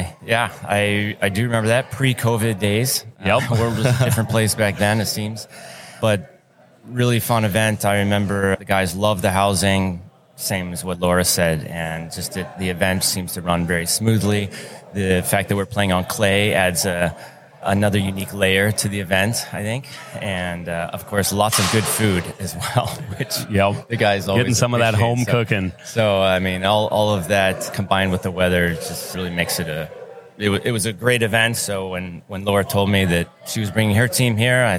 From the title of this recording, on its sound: Live at The Collegiate Open